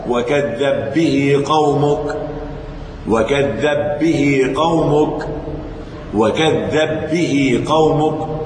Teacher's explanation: سكن الباء الأولى ثم أضغمها في الثانية · Term: المثلان الكبير